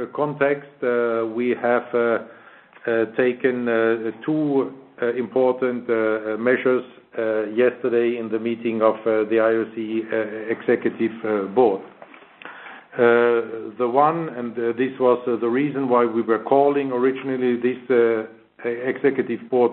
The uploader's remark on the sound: IOC Conference Call.